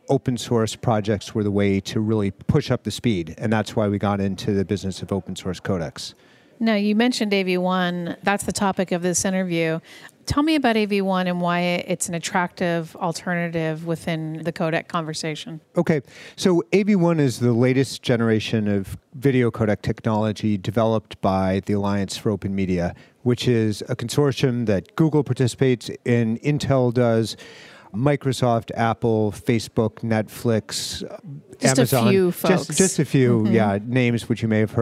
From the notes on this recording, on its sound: livecast interview from the Visual Cloud conference and IBC Show 2019, in Amsterdam, Netherlands